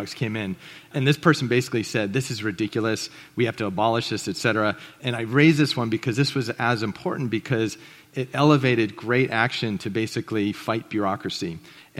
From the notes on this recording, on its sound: This presentation was recorded at The Scaleup Offsite, an event focused on scaling companies co-hosted by Greylock Partners and YC Continuity.